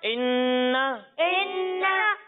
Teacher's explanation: जब भी नून मुशद्दद हो तो वहाँ पर गुन्ना करते हैं यानी नाक में आवाज ले जाकर पढ़ते हैं